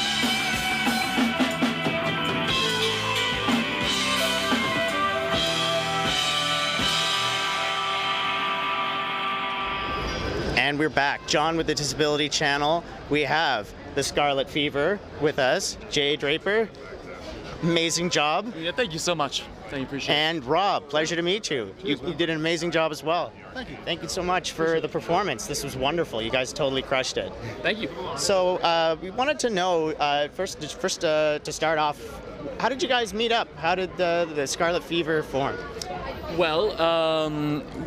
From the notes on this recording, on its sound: Interviewed on College Street. Showcasing live music at Sneaky Dees.